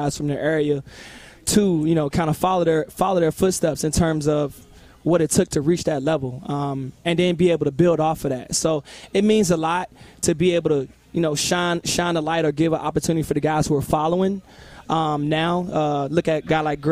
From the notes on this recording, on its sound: live at his Work Hard, Play Hard" Football Camp at LC Bird